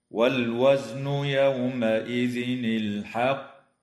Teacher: اللام في كلمة والوزن وفي كلمة الحق تسمى لام أل، وحكمها الإظهار القمري، ويجوز الوقف على كلمة الحق من قبيل الوقف الحسن مع مراعاة قلقلة القاف مشددة